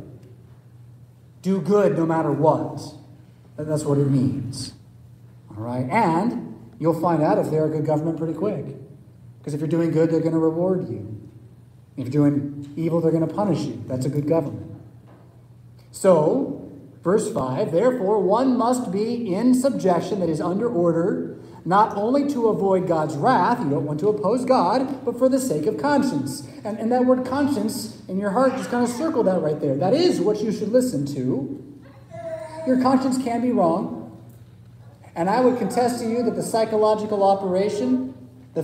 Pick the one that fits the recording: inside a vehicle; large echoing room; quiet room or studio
large echoing room